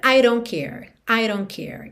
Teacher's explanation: Então, I don't, esse D de don't pode virar rarara